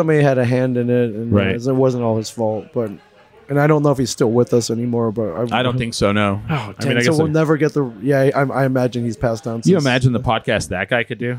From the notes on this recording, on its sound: Recorded at Sidetrack Brewing (sidetrackbrewing.net)in ABQ NM.